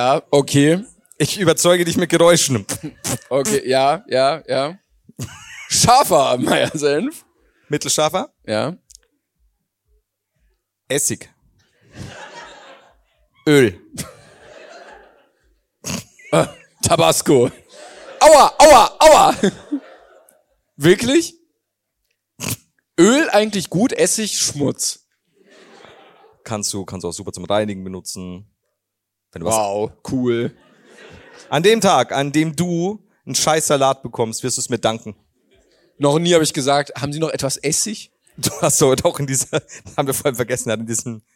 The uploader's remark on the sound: LIVE in Frankfurt